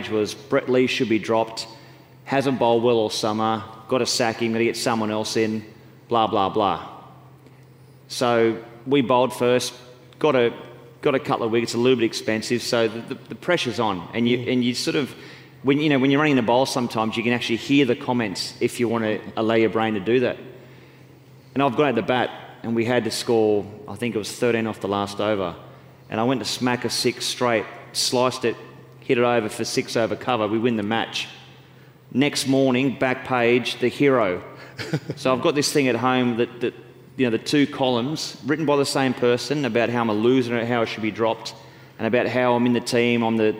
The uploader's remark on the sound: Recently Sekuro held a corporate event named Sekurokon. In front of a live audience.